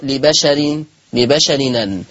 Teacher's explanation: يبقى لبشر أن هتبقى نون مفتوحة فتقرأ لبشر لبشرين · Term: النقل